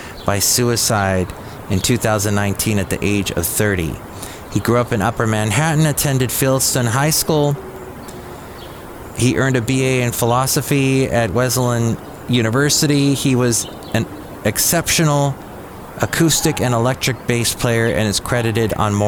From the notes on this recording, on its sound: podcasts live from Cafe Anyway